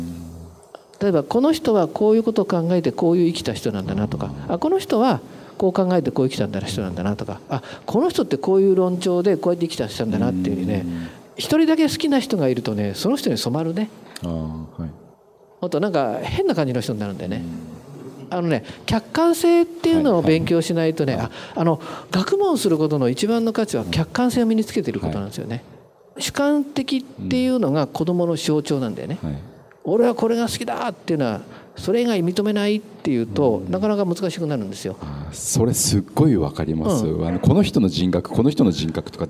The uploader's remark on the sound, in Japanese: 大阪公開収録